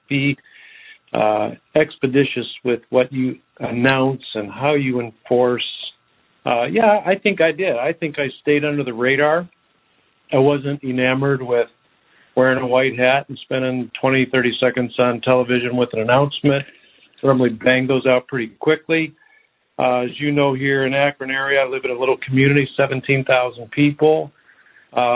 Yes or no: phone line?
yes